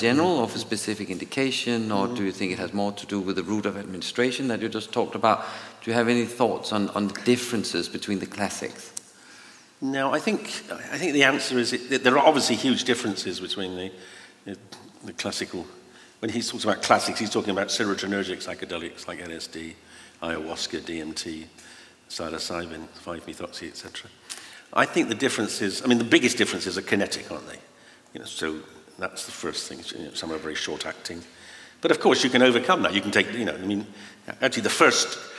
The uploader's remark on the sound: Recorded live from the launch event